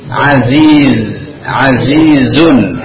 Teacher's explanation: Itu ujung lidah, ujung lidahnya itu memang kalau dirasa-rasa dia ada nempel dengan gigi yang di bawah, ya. Aziz, ya, yang itunya dia yang di belakang ininya dia naik ke atas. · Term: huruf za